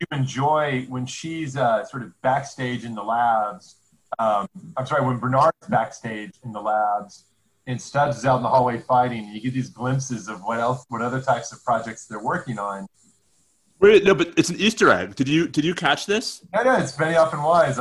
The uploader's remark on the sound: This is our second lockdown episode, simulcast as a Zoom-based video!